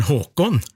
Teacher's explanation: Mens der han selv hører hjemme, så heter han Håkon med tonelag 2